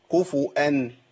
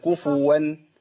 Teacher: في بعض القراء قالوا يقرؤونها بهمزة بدل الواو